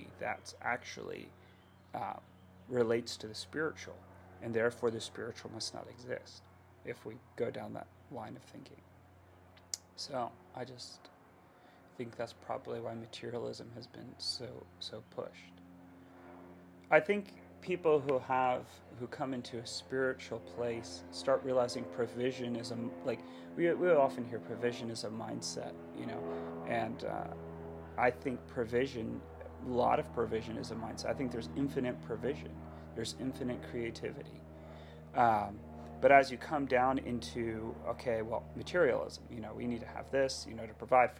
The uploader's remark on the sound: AUDIO LOW.